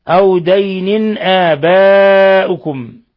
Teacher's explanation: تنوين كسر جاء بعده الهمزة إظهار حلقي. ثم آباؤكم مد بدل معروف وتكلمنا عنه كثيرا وأن حفص وسائر القراء ليس لهم فيه إلا القصر باستثناء ورش فله 3 البدل.